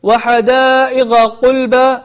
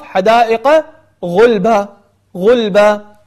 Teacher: خاصة عندنا في الكويت يعني يقلبون القاف إلى غين والغين إلى قاف · Shown in: first take · فلينتبه الإنسان فلا يقول وحدائق قلبا مثلا لا يحاول أن يعني يدقق ويركز على أن هذه قاف حدائق غلبة غلبة.